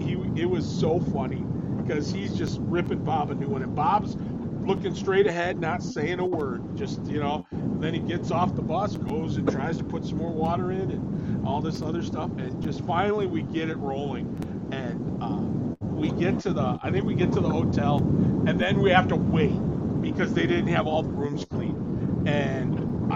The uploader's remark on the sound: Audio is a little noisy as we had to do this episode "on the road"